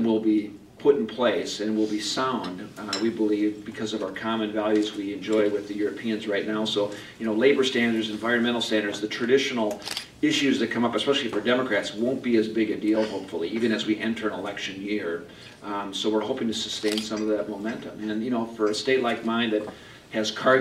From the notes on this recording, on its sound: WASHINGTON, DC. At a breakfast meeting of The Ripon Society.